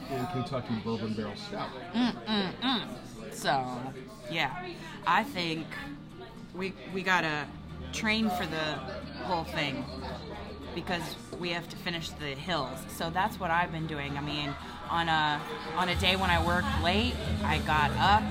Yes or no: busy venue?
yes